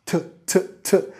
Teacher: Pegamos a las encías superiores, lo soltamos para hacer la T. Stop T, hacemos la primera parte nada más. · Term: la T normal